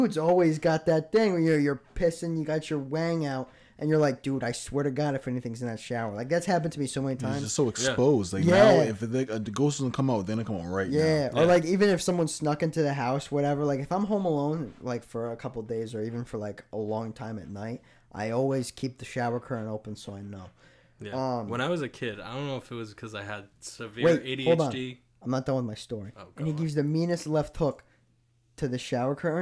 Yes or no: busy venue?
no